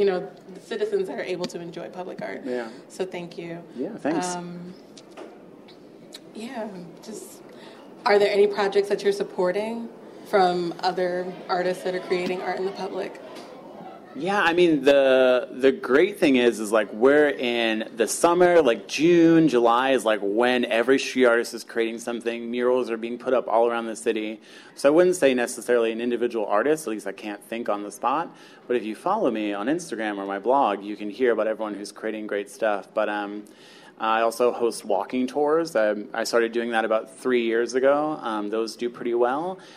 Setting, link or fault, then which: setting, busy venue